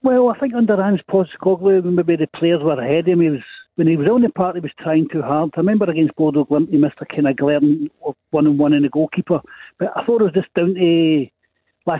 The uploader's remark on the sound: with your calls